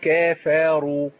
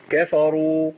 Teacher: ما قولش كافروا لأن كده أقولي كا أدي ألف فا كفروا بنتقل من الكاف للفاء بشكل سريع ما عملش بينهم حرف مد · Shown in: second take